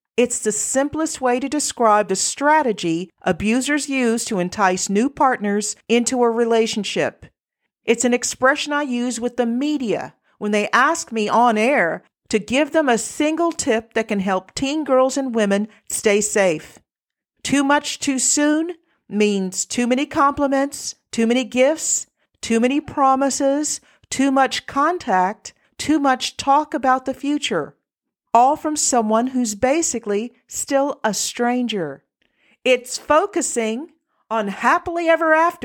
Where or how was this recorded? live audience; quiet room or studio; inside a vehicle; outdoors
quiet room or studio